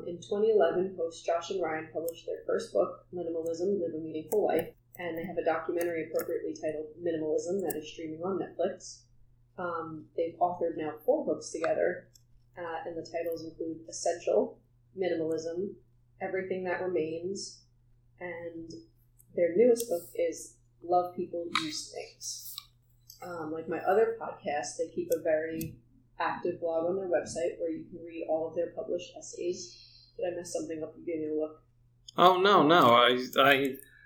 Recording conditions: poor sound quality